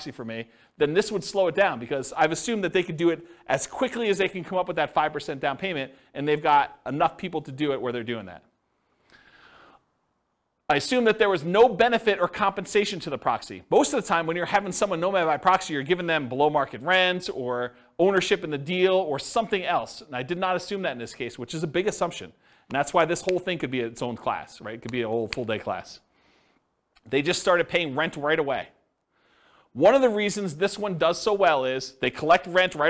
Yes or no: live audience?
yes